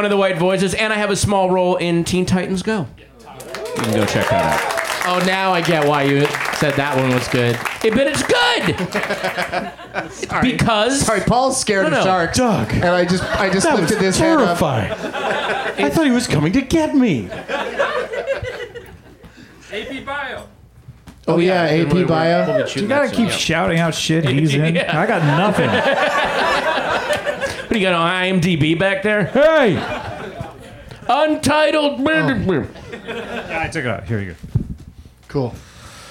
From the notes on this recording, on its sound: Back home at the UCB Franklin